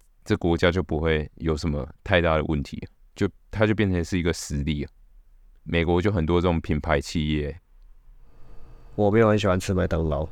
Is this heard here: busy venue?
no